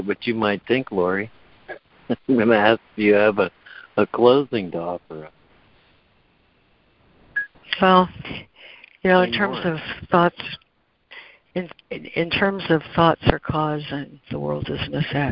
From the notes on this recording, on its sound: ACIM Daily Conference Call.